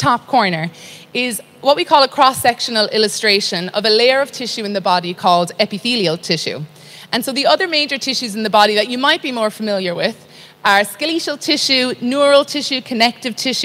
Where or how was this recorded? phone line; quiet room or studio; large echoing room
large echoing room